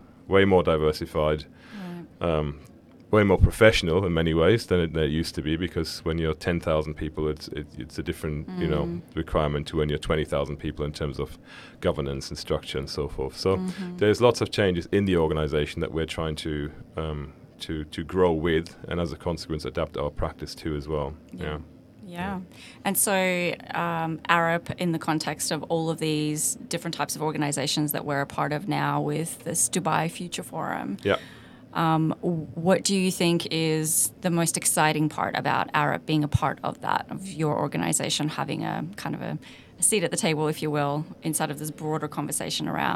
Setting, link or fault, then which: setting, busy venue